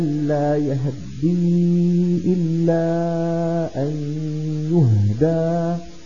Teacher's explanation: أن تكون الهاء مفتوحة ثم تختلس فتحتها · Term: الاختلاس